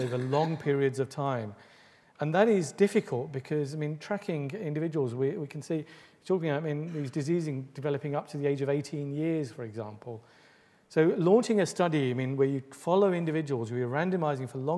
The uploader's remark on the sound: Delivers the third lecture in the 2014 Medical Detectives series. Recorded on 23 October 2014, at the University of Edinburgh's Anatomy Lecture Theatre.